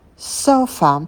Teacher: Последний звук, звук шва, расслабленный, он безударный.